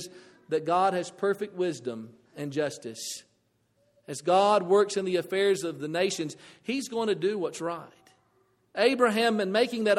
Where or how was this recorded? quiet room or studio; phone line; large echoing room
large echoing room